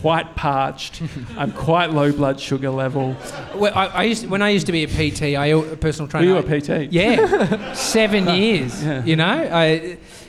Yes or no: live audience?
yes